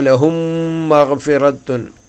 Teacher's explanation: മീമിന് ശേഷം വ വരുന്നിടത്തെല്ലാം ഈ നിയമം തന്നെ ലഹും മഹഫിറത്തുൻ ലഹും എന്നിടത്ത് സുക്കൂനുള്ള മീം പിന്നെ ഒരു മീമും വന്നതുകൊണ്ട് മീമ് കട്ടിയുള്ളതായി ഷെദ്ദുള്ളതായി